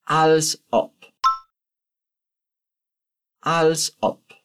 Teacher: o som de B, na verdade, vira meio que um som de P